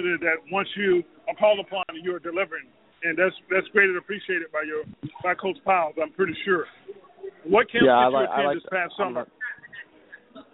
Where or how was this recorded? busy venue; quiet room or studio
busy venue